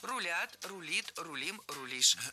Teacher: Не рулят, а рулят. Переносим ударение за корень и получаем правильный вариант.